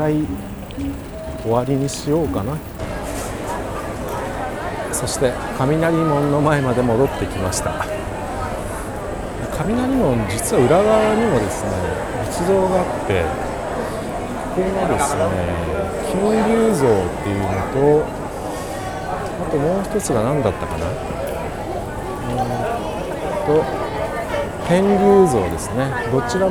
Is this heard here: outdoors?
yes